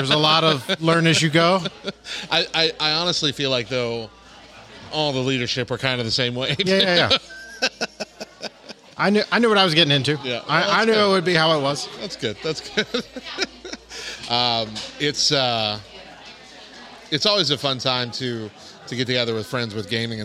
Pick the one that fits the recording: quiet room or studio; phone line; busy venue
busy venue